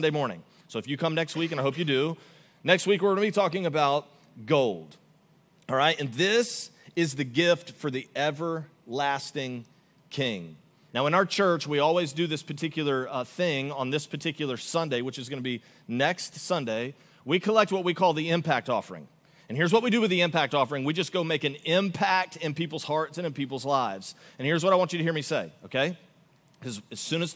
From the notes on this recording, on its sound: Augustine, Florida. Recorded live on December 3, 2023 at Church On The Rock.